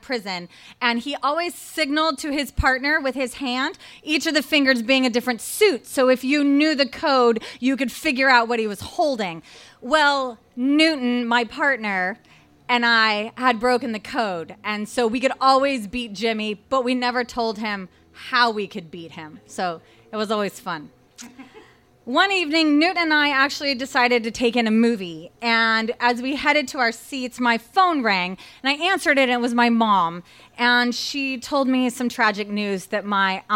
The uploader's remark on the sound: Recorded live at Tiger!Tiger! Tavern.